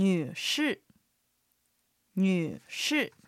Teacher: 女士の女はうの口の形でにと発音します。日本語にはありませんね。で、下がって上がるアクセント、三声のアクセントです。士は舌先を歯の裏側に軽くつけたままシと発音します。アクセントは4声で下がります。では練習しましょう。女士。女士。最後に子供の呼びかけ方について勉強しましょう。はい、漢字はですね、小さいという漢字に月を2つ書く、あの智子さんっていうあの字の友ですね。はいはい、いらっしゃいますね。はいはい、に、友達の友でポンヨで、小さい友達という漢字を書きます。はい、で、男女問わずあの名前を知らない子どもたちにはシャオポンヨ、小さい子どもと呼び · 王先生、王先生と書くと男性の王さんという意味です。先生の先はひらがなで言うと先ですかっていう感じですかね。はいはい、アクセントは一声なので先、平板で伸ばします。先は短い音、形声です。では練習してみましょう。先生。先生。続けて女士。漢字で書くと女という字に武士の士と書きます。こちらも改まった女性の呼び方です。李女士というと女性の李さんっていう意味になります。女士以外にも女性の呼び方はあるんですけれども、相手が大人であればこれが一番無難かなというような気がします。女士の女はうの口の形でにと発音します。日本語にはありませんね。で、下がって上がるアクセント、三声のアクセントです。士は舌先を歯の裏側に軽くつけたままシと発音します。